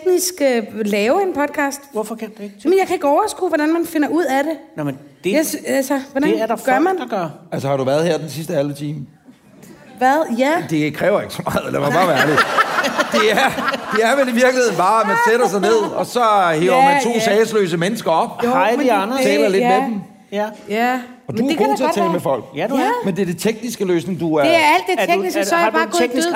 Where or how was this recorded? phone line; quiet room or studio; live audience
live audience